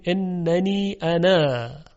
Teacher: پس ببینید مسئله در وقف ایجاد میشه، در وقف الف این کلمه خونده میشه · Term: الفهای هفتگانه